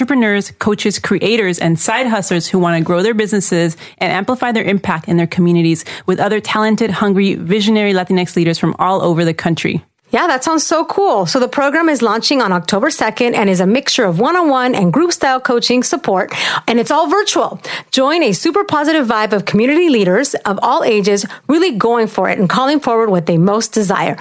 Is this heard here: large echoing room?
no